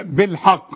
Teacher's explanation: إذا وقفت لازم القلقلة، والقلقلة أبين في القاف ما دام عليها الشدة